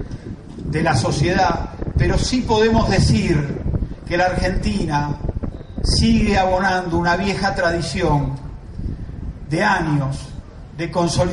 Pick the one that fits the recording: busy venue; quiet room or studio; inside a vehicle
busy venue